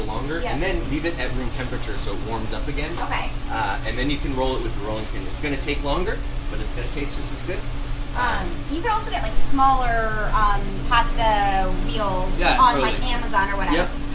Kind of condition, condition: setting, busy venue